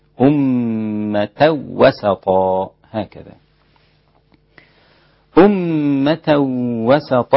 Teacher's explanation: وأمة وسطا قرأها الإمام خلف بعدم الغنة، إدغام بلا غنة